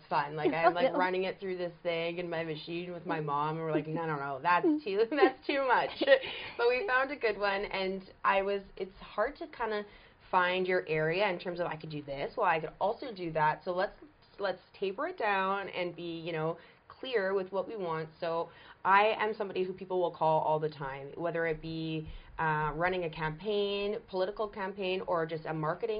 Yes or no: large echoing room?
no